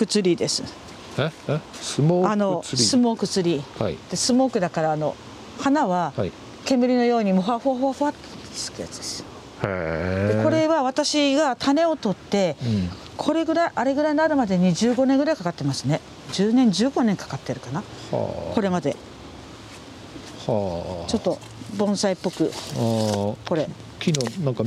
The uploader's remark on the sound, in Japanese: ハウスや畑を歩きながら、話を聞いています。札幌の地温はまだ寒く。